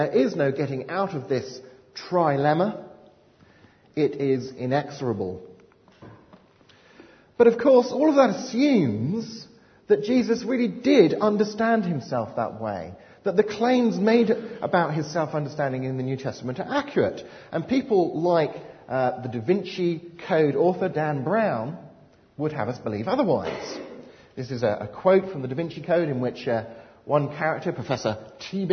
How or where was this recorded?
large echoing room